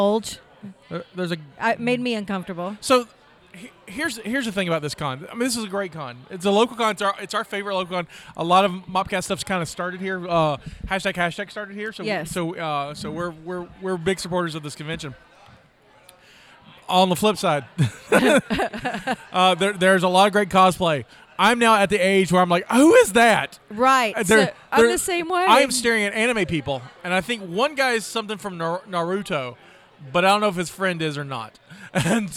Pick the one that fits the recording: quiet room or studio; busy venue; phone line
busy venue